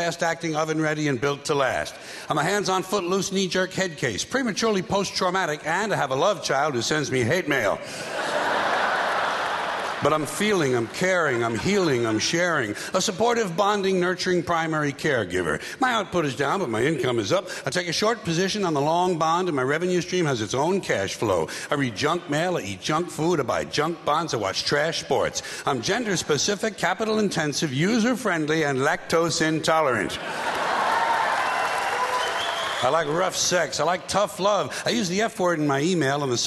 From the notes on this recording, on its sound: Was recorded live during his HBO special.